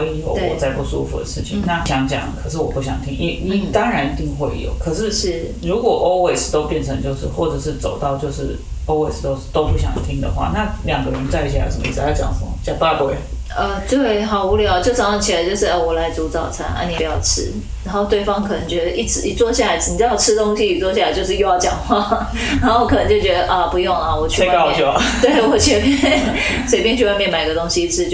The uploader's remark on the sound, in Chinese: 本集錄音出現差錯，導致音質下降還請見諒